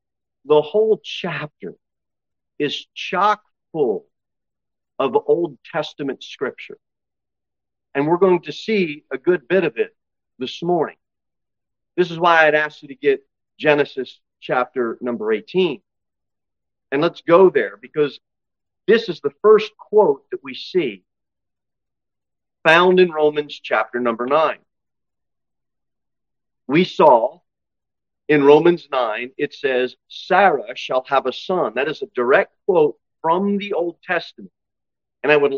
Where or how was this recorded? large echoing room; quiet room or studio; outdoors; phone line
large echoing room